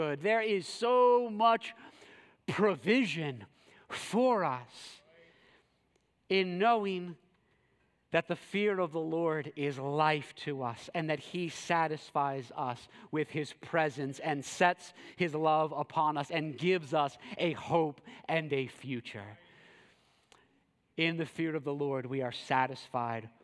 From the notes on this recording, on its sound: preached this sermon at Covenant Fellowship Church on August 13, 2023.